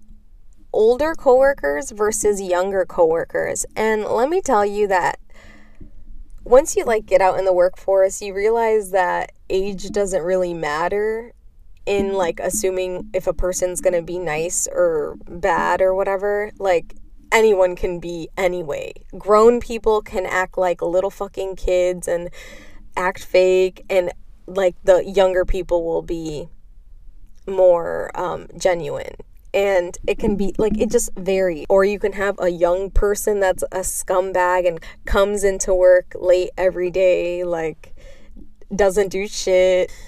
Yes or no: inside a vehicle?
yes